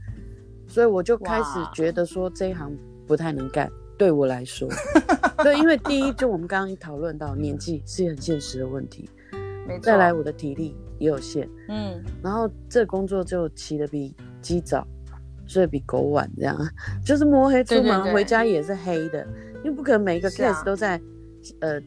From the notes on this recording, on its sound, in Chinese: 本集第一次採遠端錄音，有些雜音請原諒